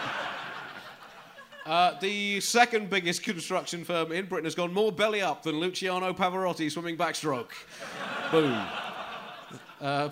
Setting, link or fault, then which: setting, live audience